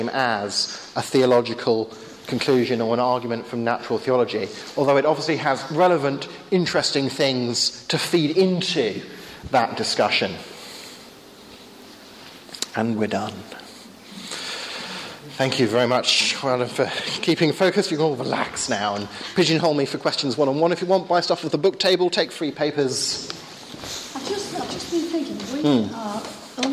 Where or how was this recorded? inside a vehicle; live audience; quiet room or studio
live audience